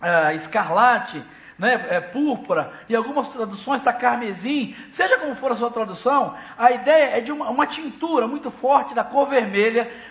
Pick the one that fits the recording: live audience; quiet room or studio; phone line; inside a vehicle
live audience